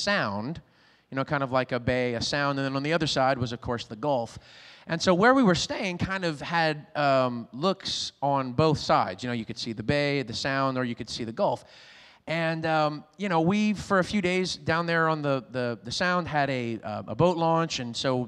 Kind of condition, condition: setting, large echoing room